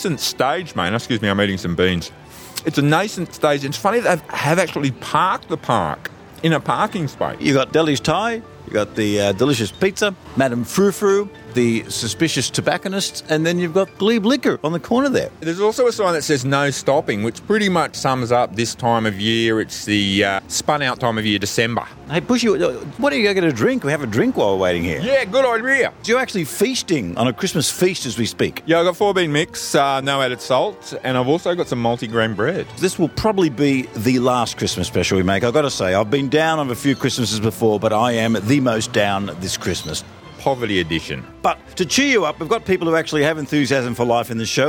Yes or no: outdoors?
yes